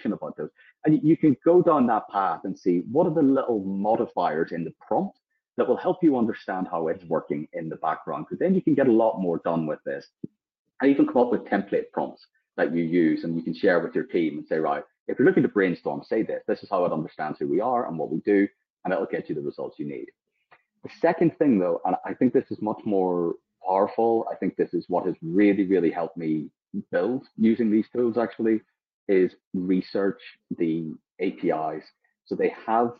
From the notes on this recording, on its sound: This episode is the audio taken from the webinar we ran of the same name.